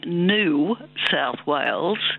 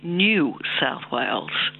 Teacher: Yes, it's a process known as yod dropping. So there's a y sound, as you pointed out, in the word new, the way we pronounce it, and that's been dropping out. · Shown in: first take